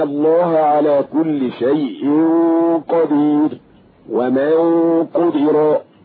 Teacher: بتفخيم الغنة لوجود حرف الاستعلاء بعدها